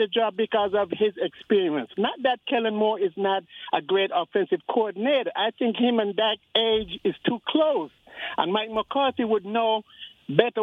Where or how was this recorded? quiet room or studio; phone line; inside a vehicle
phone line